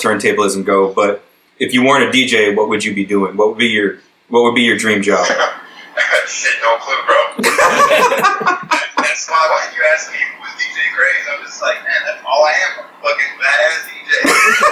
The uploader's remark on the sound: we apologize for the audio quality, as our call recording app failed on us and we had to recover the audio from a background recording